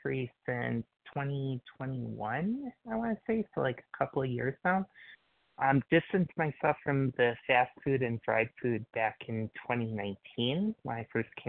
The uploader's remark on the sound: qualification from the 100 Pounders Phone Meeting